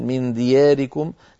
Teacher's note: لابد من تقليل الألف لأنها مسبوقة، لأنها أتت قبل راء متطرفة مكسورة كما هو معلوم برواية ورش